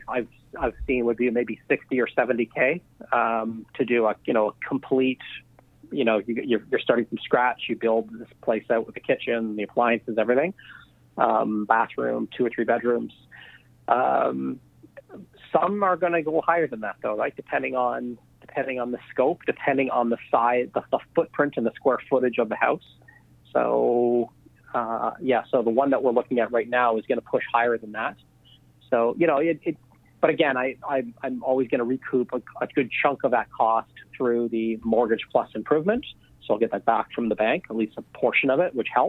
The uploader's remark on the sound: On this podcast we’re on the phone